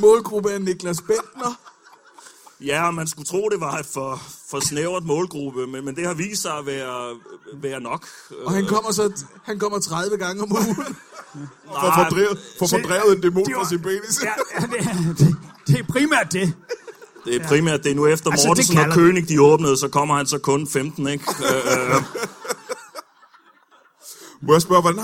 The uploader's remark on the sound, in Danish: LIVE fra Comedy Zoo Aarhus